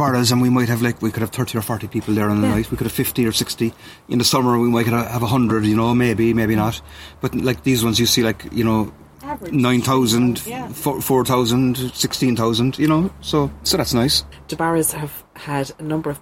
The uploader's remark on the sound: We can't record guests in studio at the moment. Inviting guests to their back garden!